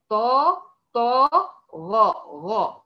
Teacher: طيب، يبقى كلمة زي كلمة طغى، طاء، الطاء من حروف المشتعلية المطبقة، يعني برتفع بأقصى لسان، وسط اللسان، جزء من طرف اللسان. الغين من المشتعلية المنفتحة، يعني برتفع بأقصى اللسان فقط